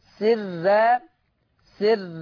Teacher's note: عندنا ترقيق الراء سر، سر، لأنها مفتوحة ومسبوقة بكسر